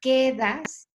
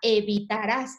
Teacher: digamos que tiene el golpe fuerte en la primera sílaba, quedas, la entonación o el acento, y evitarás la tiene en la última sílaba